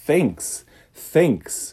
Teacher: E quando a gente fala voz, a gente fala de vibração. Você não vai ter vibração nas suas cordas vocais. · Term: TH desvozeado